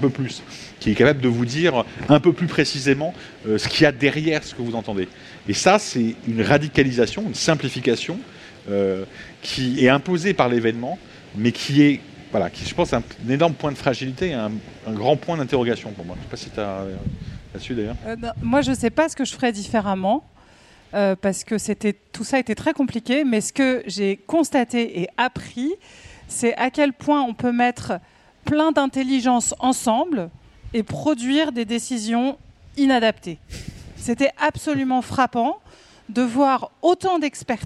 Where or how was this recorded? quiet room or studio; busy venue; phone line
busy venue